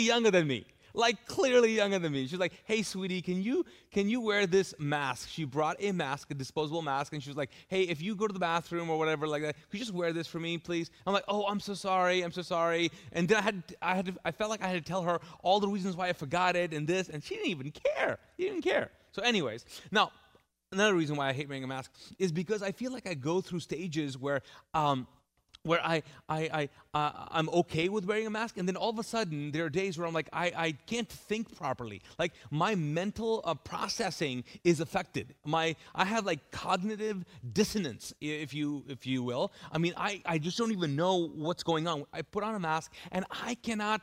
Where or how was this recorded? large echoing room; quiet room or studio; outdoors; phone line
large echoing room